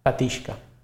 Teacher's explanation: la pronunciació habitual en valencià és la palatal